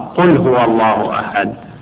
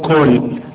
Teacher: مثلا تحويل القاف إلى كاف هذا غلط · Shown in: first take